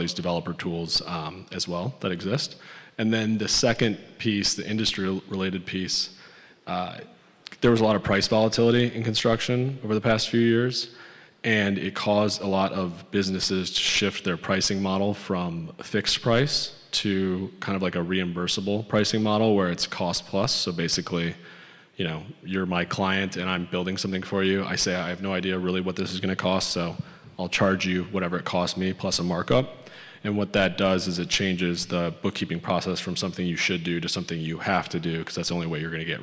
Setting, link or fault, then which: setting, busy venue